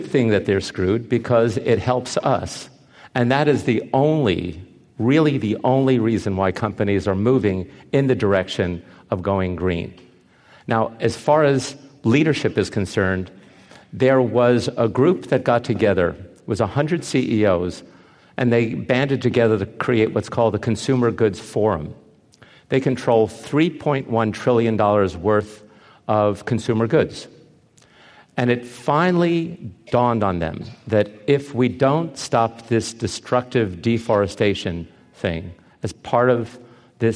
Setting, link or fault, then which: setting, live audience